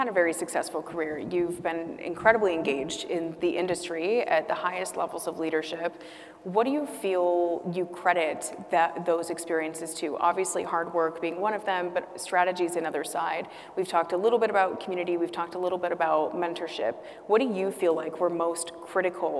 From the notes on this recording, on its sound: Tune into a special live audience recording at "She Means Business" during IMEX America in Las Vegas.